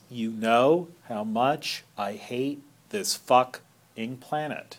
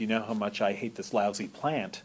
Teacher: And for an added fillip, it's got what's called a feminine ending, which is to say that after the last stressed syllable, plan, there's an unstressed kind of grace note, an 11th syllable · Shown in: first take · an unstressed kind of grace note, which is simply called a feminine ending in iambic pentameter.